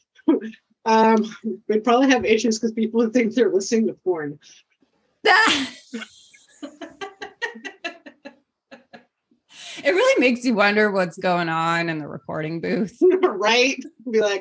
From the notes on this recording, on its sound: to the point we broke Zoom